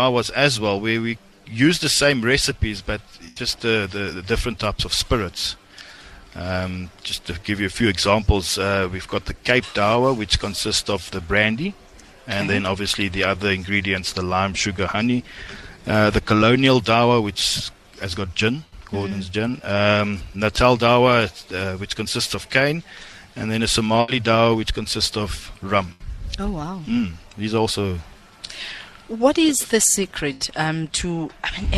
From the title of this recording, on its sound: OB - Misty Hills Country Hotel - Carnivore restaurant